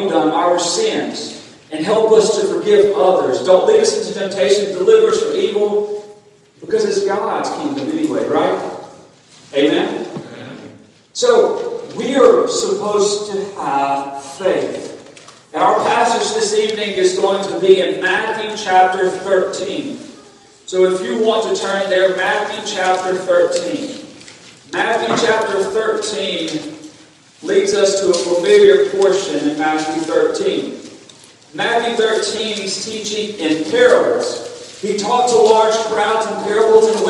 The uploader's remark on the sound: Recorded on August 21, 2022 at Friendship Baptist Church.